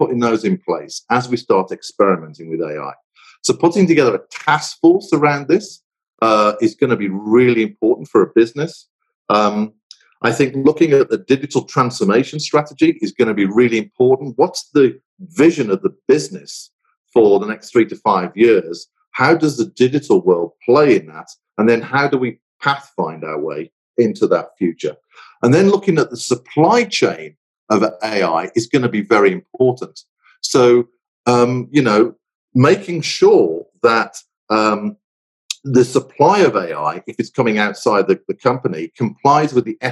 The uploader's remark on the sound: The audio for this episode is taken from a recent Crestcom Webinar: Leadership in the Age of Artificial Intelligence.